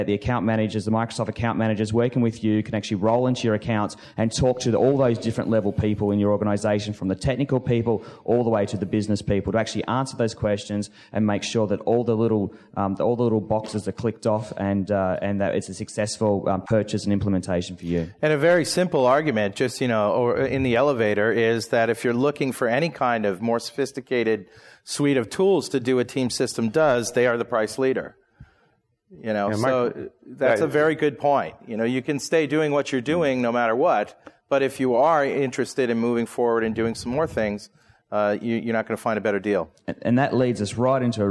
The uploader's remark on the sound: Live at Tech Ed! Come at you live from Tech Ed Orlando.